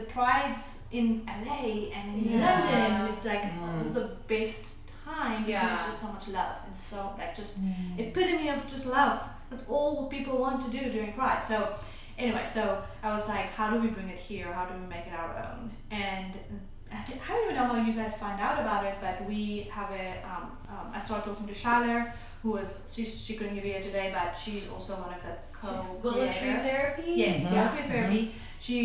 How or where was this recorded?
busy venue